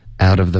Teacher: I take the, Okay, I take the dead,的的会省略 dead flowers, flowers,跟 out 要连读